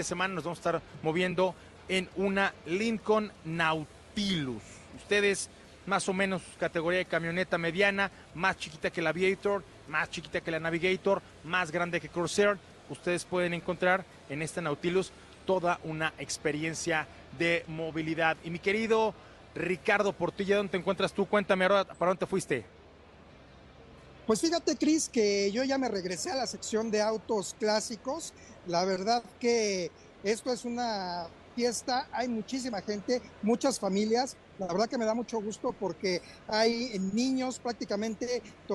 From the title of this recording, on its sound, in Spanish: En vivo desde el Auto Show Imagen Puebla 2023